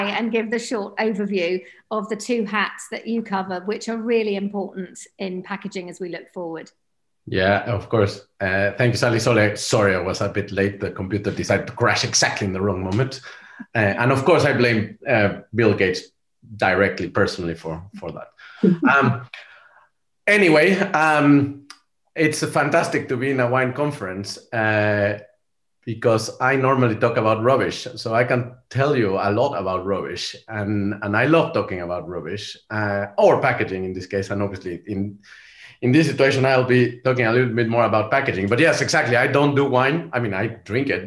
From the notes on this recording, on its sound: This is a recording from our Sustainable Wine Packaging online conference that took place on 23rd June, 2021.